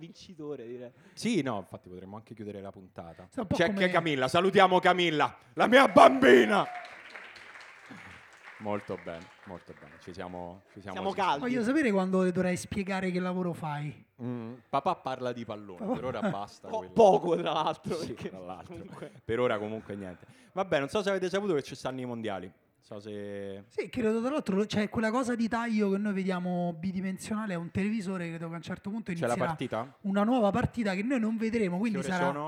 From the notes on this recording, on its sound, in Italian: Dal vivo in mezzo a voi